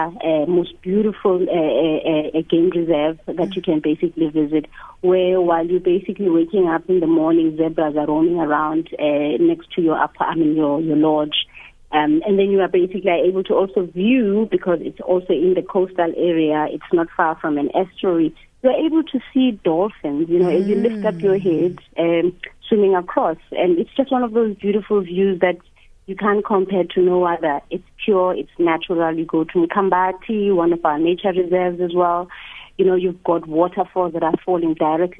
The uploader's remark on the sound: GUEST (phone)